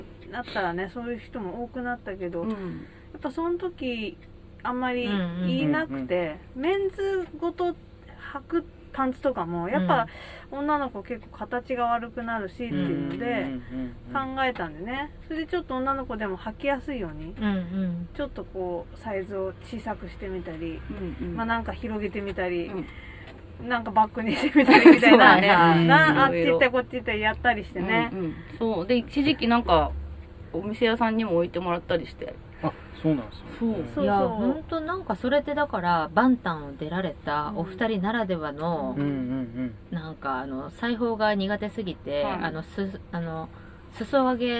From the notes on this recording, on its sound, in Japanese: 祐天寺の古着屋 gargen730さんで特別収録！